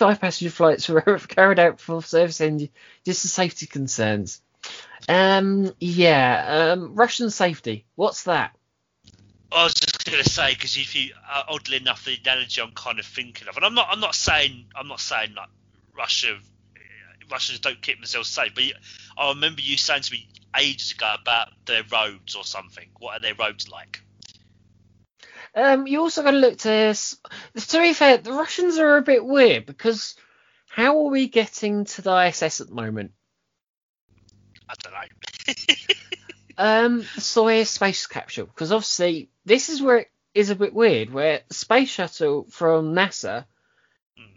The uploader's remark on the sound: Please note we had some minor sound technical diffculties whilst recording.